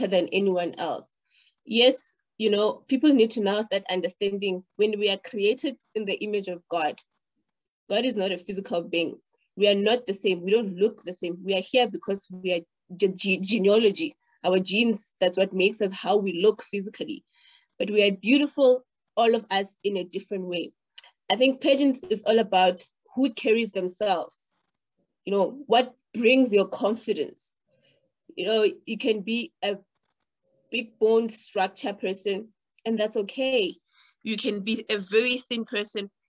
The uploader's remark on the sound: The series is webcast via Zoom